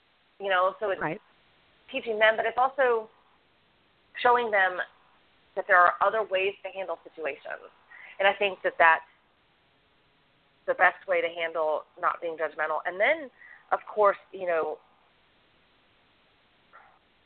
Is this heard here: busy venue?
no